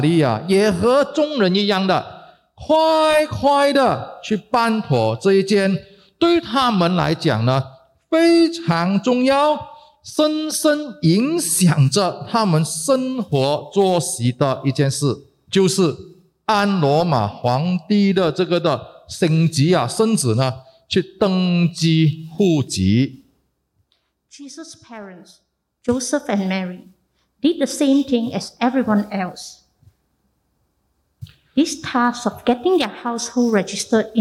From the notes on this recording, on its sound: Heavenly Peace (Christmas Eve LIVE Evensong Service).